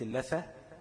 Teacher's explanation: طرف اللسان مع اطراف الثنايا العليا يعني مش لازم تمسك لسانك بسنانك العليا والسفلى لا هو اطراف الثنايا العليا بس. · Term: ثاء